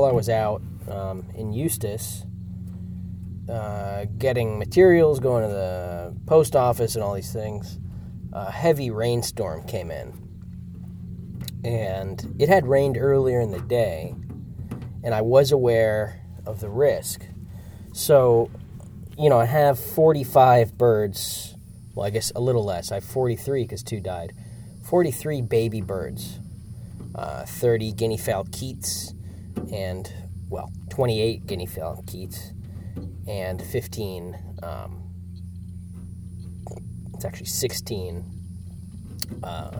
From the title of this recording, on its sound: Field Recording